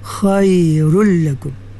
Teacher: Walaupun kha ni isti'la tapi dia bukan dia bukan itbaq, dia infitah ya, infitah